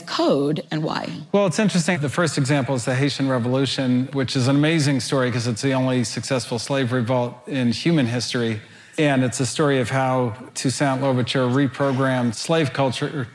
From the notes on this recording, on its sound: Which was recorded at the Computer History Museum in a live event, before the pandemic.